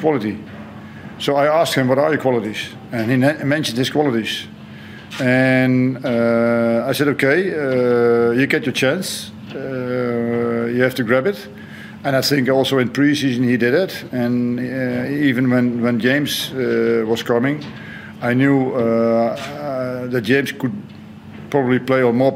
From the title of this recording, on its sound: Post-Match Press Conference